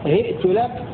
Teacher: بهاء مكسورة وهمزة ساكنة وتاء مضمومة